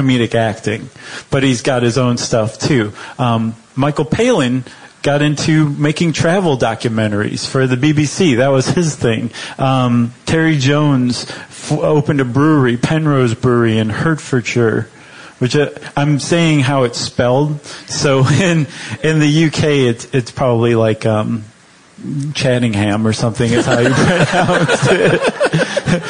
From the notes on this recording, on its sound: Live from LA Podfest. Do a live show on Monty Python at the LA Podcast Festival.